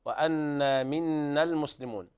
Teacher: الألف التي بعد النون في منا المسلمون لا تنطق حال الوصل لالتقاء الساكنين، فالألف ساكنة واللام التي بعدها ساكنة، فيتحذف الألف الأولى نطقا لا خطا، فتكتب في المصاحف لا تنطق حال الوصل، فإذا وقفنا ترد إلى أصلها نقول وأنا منا، يقول مد طبيعي بمقدار حركتين، فحال الوصل تحذف لالتقاء الساكنين.